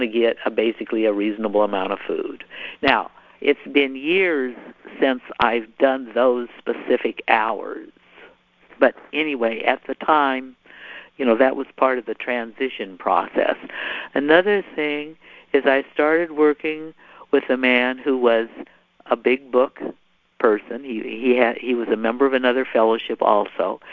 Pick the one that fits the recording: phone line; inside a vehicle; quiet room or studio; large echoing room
phone line